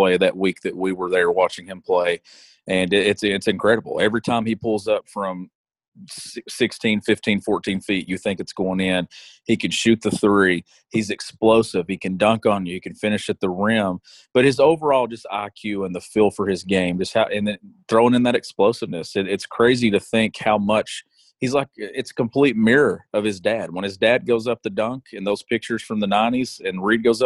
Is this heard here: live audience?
no